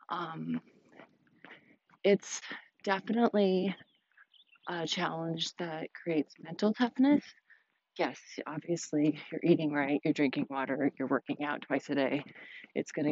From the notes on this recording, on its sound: I took you guys on my evening walk with me, so forgive the audio